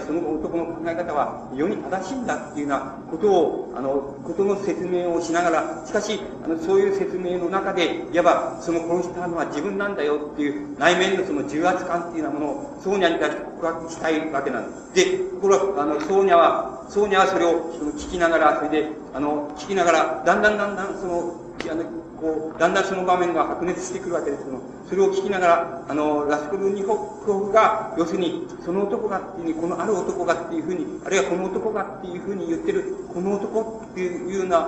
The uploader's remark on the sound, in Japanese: 場所：渋谷･東京山手教会。ドストエフスキー死後百年祭 で 行われた。全編に周辺ノイズが入っている。教会で行われたため音が響くが ライブ感あふれる録音。